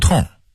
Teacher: 其实它应该儿化韵，读痛，同发痛快的痛的音